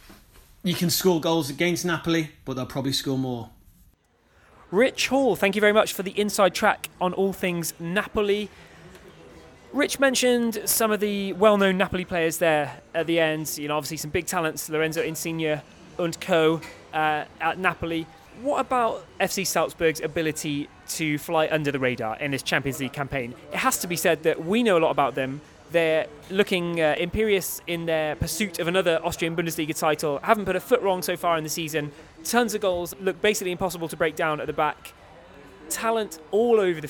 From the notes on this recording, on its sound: Live from a sports bar on the Ringstrasse in Vienna